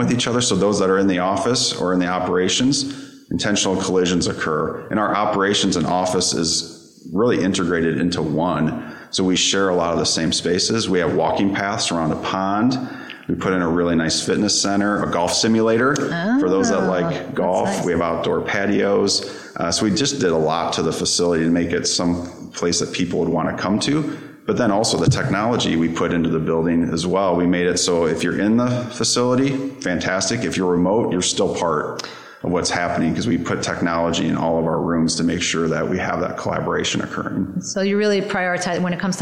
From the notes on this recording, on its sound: We’re recording from Analytics Unite, the three-day live summit that gathered today’s leading minds in retail and consumer goods analytics.